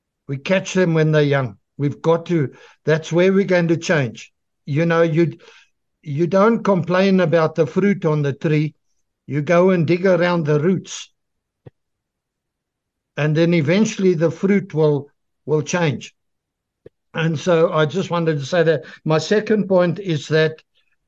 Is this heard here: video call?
yes